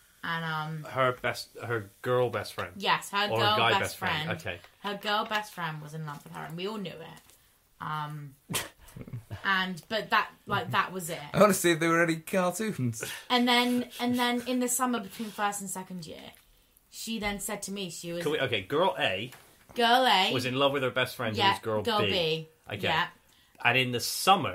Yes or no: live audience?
no